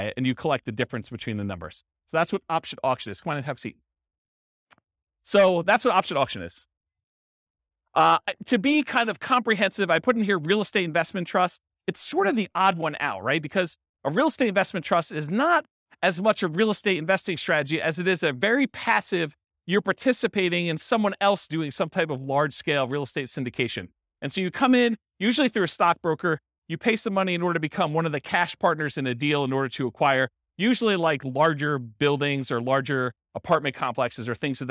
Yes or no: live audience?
yes